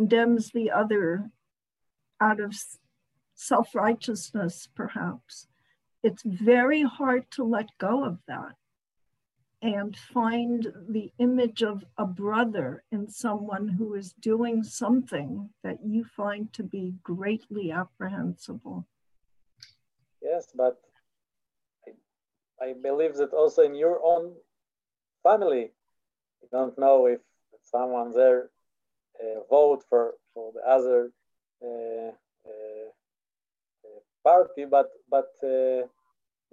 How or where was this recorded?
video call